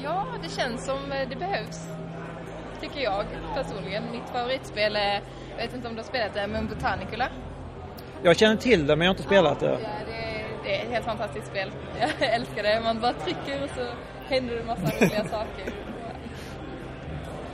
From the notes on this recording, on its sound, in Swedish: Creative Coast Festival 2016. Intervjua några lokala spelskapare som är på plats!